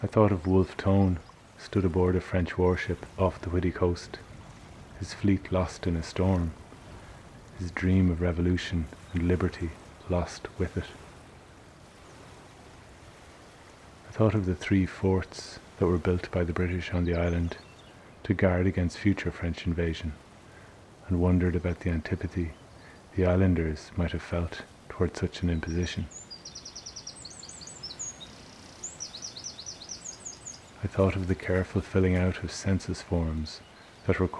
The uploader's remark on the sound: Lives in Brazil and she recorded in the forest by her home.